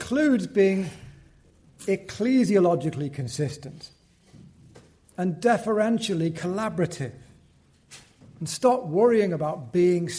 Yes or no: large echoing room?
yes